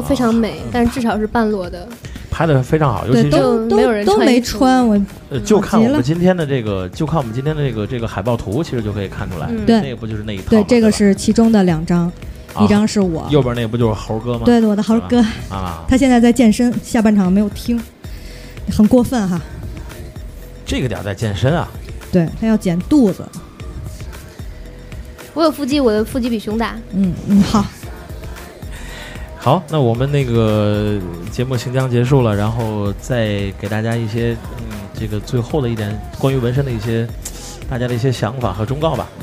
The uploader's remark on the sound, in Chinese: 时差FM接到知名中文播客“夜未眠电台”的邀请，在天津唐座酒吧第一次尝试现场直播的Live Show。